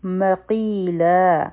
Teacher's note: قی حرف مده دی دوه حرکه به راکاږو او لا به هم دوه حرکه وایو ځکه چې دا به مدی عوض ان تنوین جوړ شي.